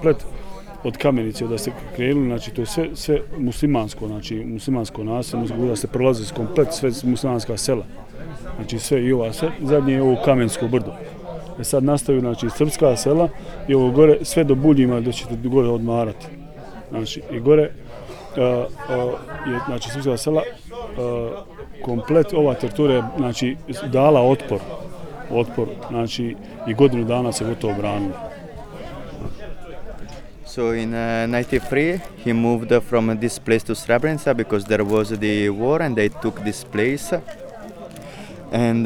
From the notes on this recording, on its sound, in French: a été enregistré lors de la Marche pour la Paix, en Juillet 2015, dans la montagne de Kamensko au dessus de Srebrenica, devant sa maison.